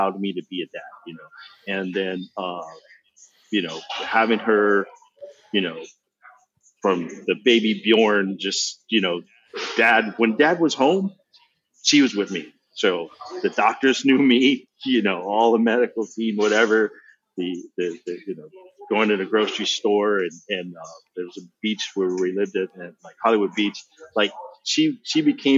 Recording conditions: poor sound quality